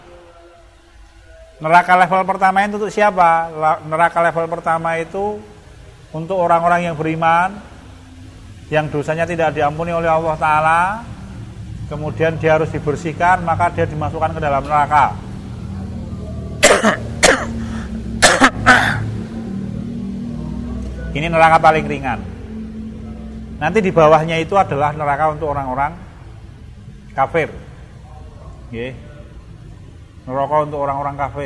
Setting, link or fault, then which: setting, large echoing room